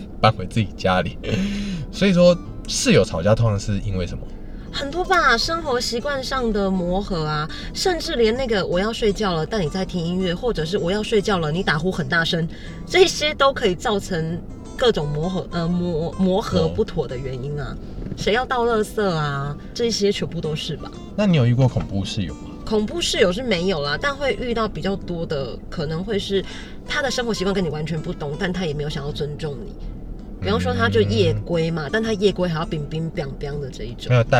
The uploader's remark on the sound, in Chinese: 先為爛音質說抱歉！這集在車子裡錄的。